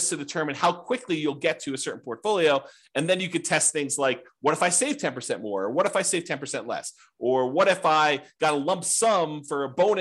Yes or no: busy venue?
no